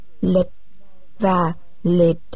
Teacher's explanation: không phân biệt các âm tiết có âm cuối là chờ và tờ